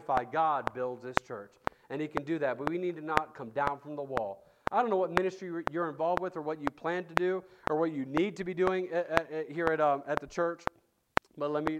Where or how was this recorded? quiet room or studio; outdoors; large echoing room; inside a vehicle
large echoing room